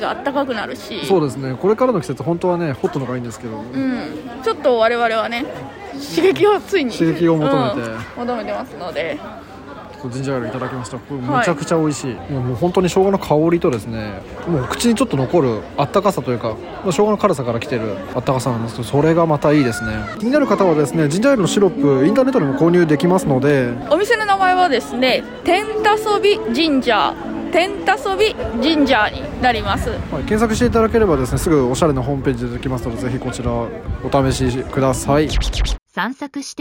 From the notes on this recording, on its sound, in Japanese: 愛知県豊橋市で開催された水上ビルの朝市に参加してきました。初めてのインタビューに我々も少し緊張しましたが、お店の方々がとっても優しく温かかったので素敵な収録ができました。食べ物に音楽、アートや植物など、様々な物が出展される朝市。